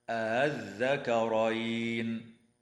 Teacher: الوجه الثاني تسهيل همزة الوصل من غير مد